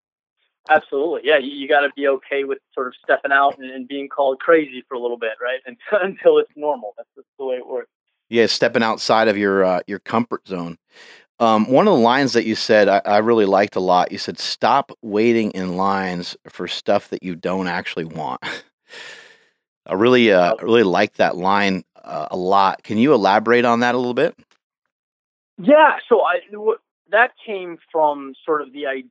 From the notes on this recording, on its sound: Today we spoke via phone call